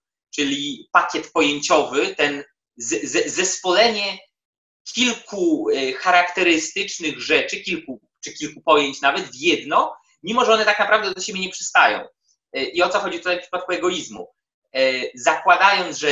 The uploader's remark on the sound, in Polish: prosimy o wyrozumiałość w kwestii jakości technicznej i wszelkich niedoróbek obrazu i dźwięku